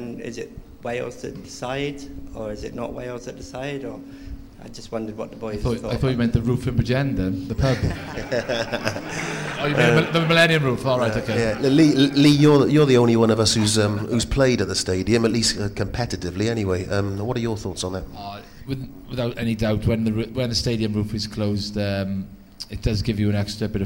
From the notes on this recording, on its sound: A live Six Nations debate. Fielded questions from a live audience ahead of the Six Nations.